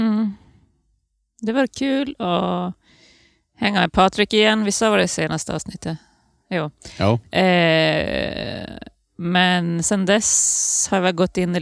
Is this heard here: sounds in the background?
no